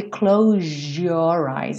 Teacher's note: Então esse S que teria um som de Z, na verdade, ganha um som de J.